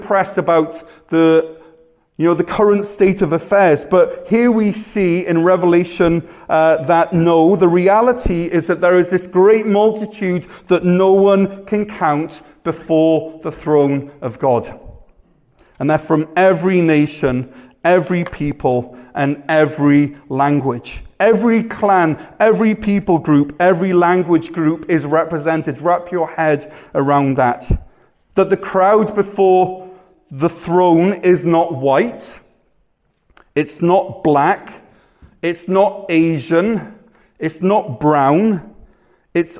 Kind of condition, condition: setting, large echoing room